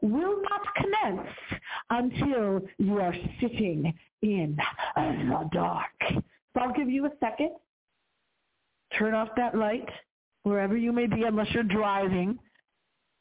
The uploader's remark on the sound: we hardly ever get any phone calls into the show, but something tells me tonight's going to be different